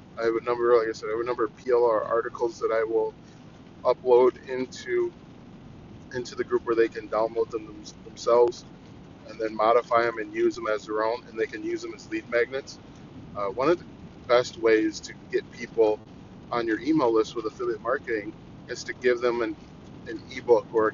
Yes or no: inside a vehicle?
yes